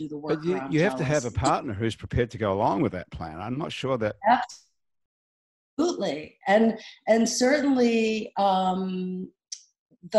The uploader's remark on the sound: Our show is coming to you today courtesy of Zoom. All of our crew and our guests are quarantined in their homes.